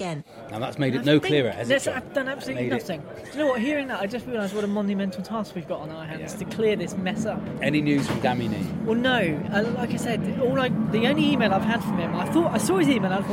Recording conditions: busy venue